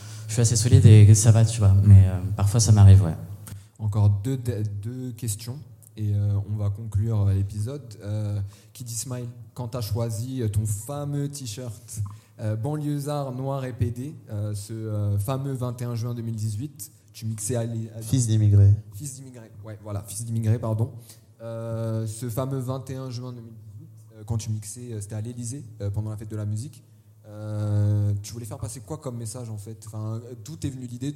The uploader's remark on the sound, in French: Cet épisode a été enregistré le 9 octobre 2021 en live depuis le festival Les Chichas de la pensée, aux Magasins Généraux, et grâce aux Ateliers Médicis.